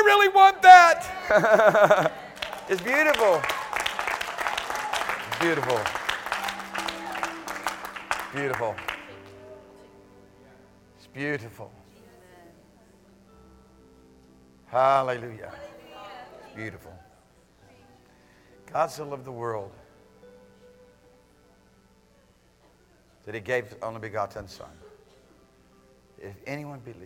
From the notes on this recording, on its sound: AM Service.